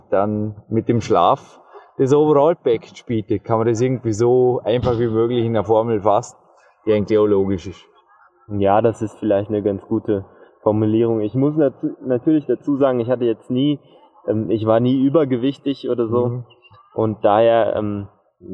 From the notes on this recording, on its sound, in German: Direkt von der „vordersten Front“ des Dornbirner Leichtathletikstadions gibt’s erstmals live on tape.